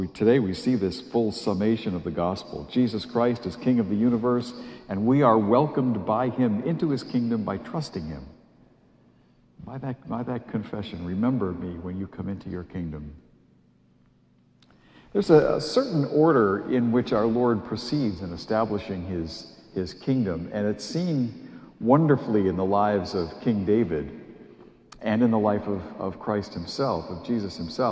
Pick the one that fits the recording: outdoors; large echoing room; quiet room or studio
large echoing room